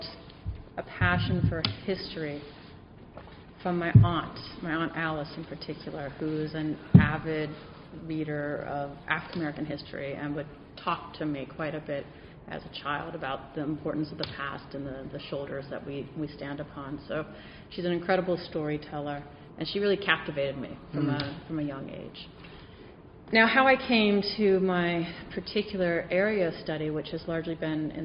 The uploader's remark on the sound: This conversation was recorded during a session of the 109th annual meeting of the Pacific Coast Branch of the American Historical Association held earlier this month in Kona, Hawaii.